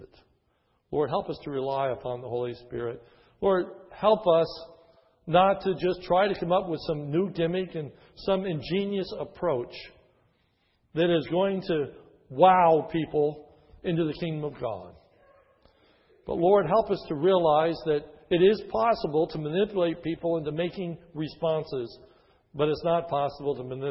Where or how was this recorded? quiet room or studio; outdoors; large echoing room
large echoing room